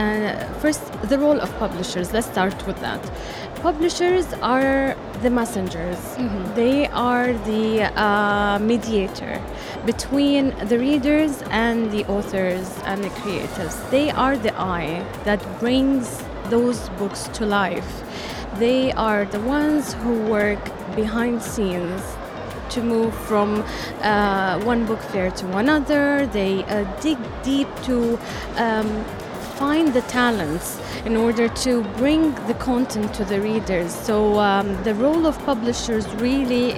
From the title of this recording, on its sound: Live at SIBF 2023